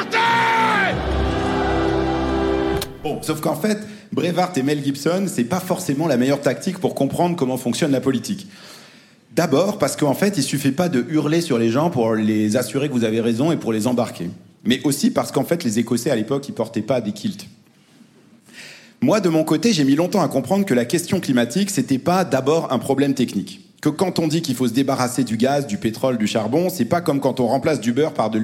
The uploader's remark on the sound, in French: enregistrement en public de Chaleur humaine, le 21 novembre 2023 à Paris, à la Bibliothèque nationale de France